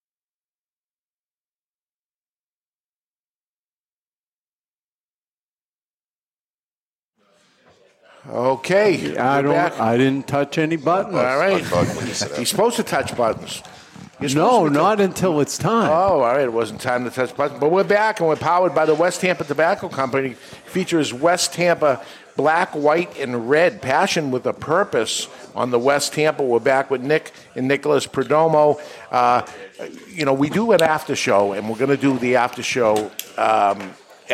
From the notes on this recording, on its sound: Live in studio! The Cigar Authority is a member of the United Podcast Network and is recorded live in front of a studio audience at Studio 21 Podcast Cafe upstairs at Two Guys Smoke Shop in Salem, NH.